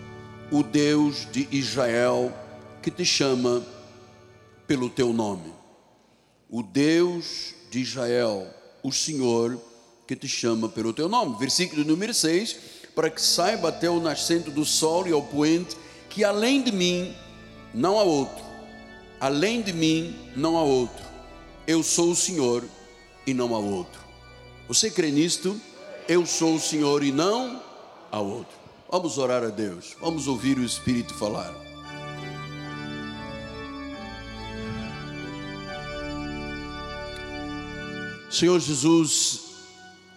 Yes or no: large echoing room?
yes